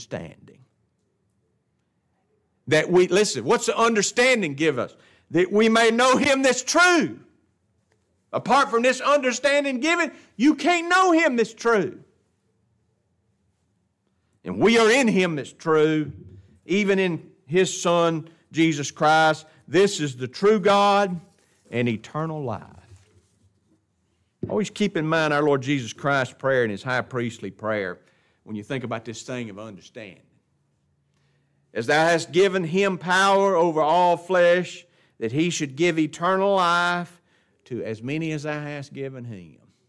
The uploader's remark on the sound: This lesson was taught in the adult Bible class of Grace Baptist church in Ruston.